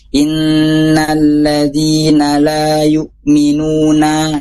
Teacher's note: Jadi harus dibuka ketika baca innalladzina la yu'minuna. Jadi setiap fathah itu jelas a gitu ya. Nah, kalau misalnya kitanya enggak terbuka, nanti terdengar seperti huruf e gitu ya.